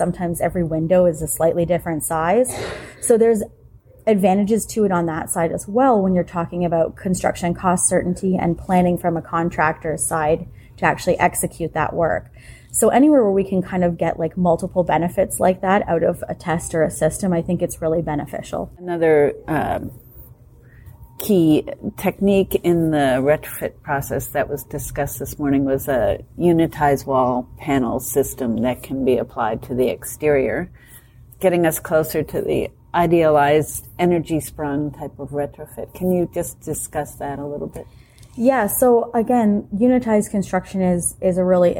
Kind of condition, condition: setting, busy venue